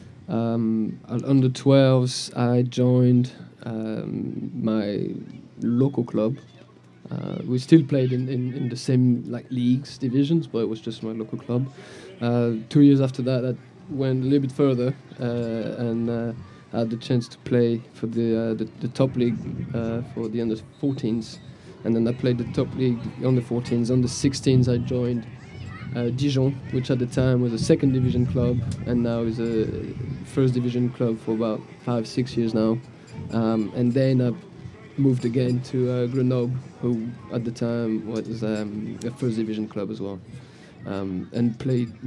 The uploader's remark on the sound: Live at the Eastern Shore Premier Cup